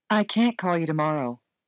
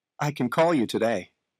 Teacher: اگر مثبت هست خیلی ظریف و خفیف و عبارت بعدی که فعل باشه با فشار بیشتری تلفظ میشه · Shown in: second take · و در حالت منفی کاملاً برعکس هست.